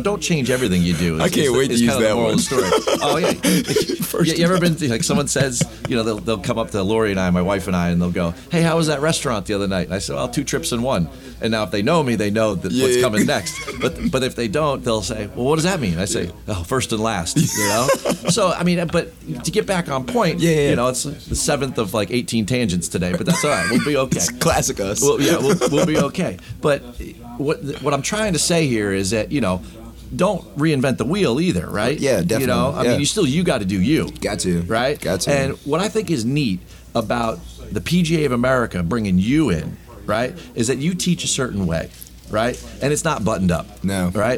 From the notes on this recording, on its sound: broadcasting "live" from the 104th PGA Championship at Southern Hills Country Club in Tulsa, Oklahoma